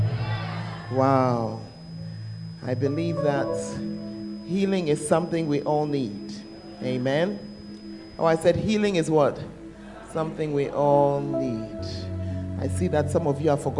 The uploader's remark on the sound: Preached at the Tuesday Service